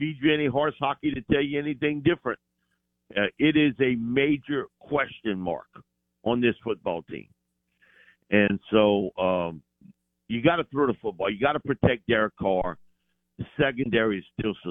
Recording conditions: phone line